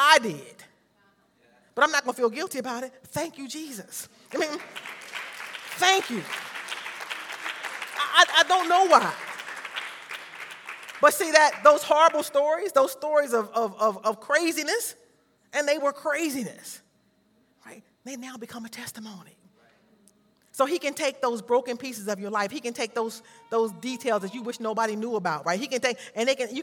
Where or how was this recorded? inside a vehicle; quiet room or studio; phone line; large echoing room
large echoing room